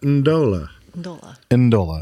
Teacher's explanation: there's no vowel in there between the N and the D